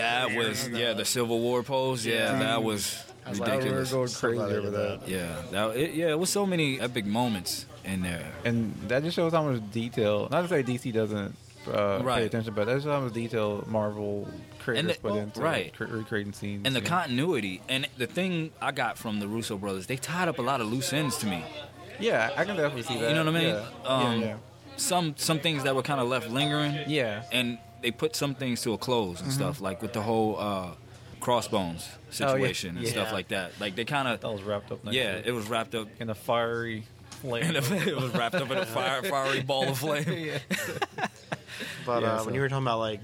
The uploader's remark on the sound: maybe it was more of a podmash at THE BEST comic and games store around - The Battlegrounds Games and Comics in Dalton, GA!